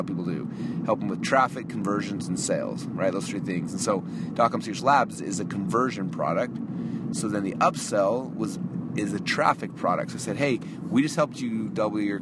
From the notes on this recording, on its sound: I am actually driving home from the airport right now.